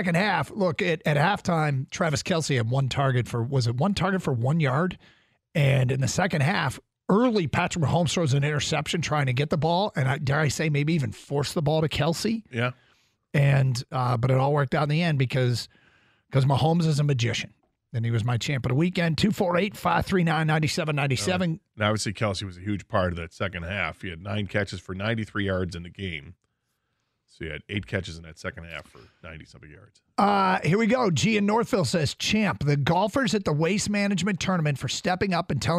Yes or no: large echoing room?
no